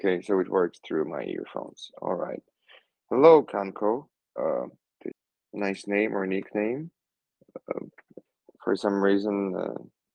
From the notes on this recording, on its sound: Recording of the Fireside talk which took place in Humanode telegram voice chat on 18th of May, 2022.